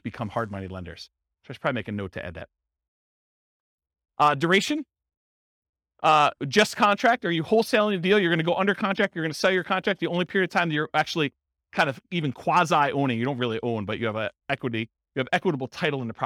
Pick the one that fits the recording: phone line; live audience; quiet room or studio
live audience